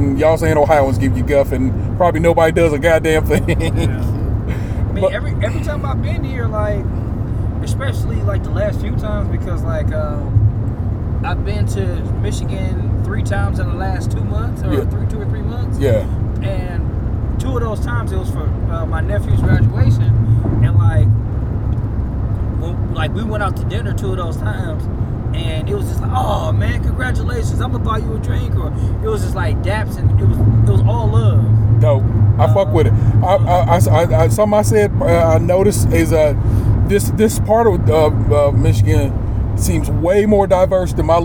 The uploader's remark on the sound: We recorded some at the lovely Hilton Garden Inn Detroit Troy and the rest we recorded on the Ohio Turnpike travelling home.